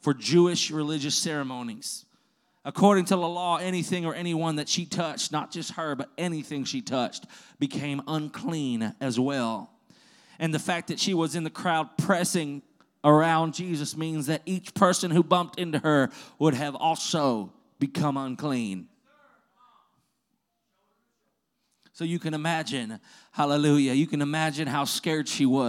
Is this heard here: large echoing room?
yes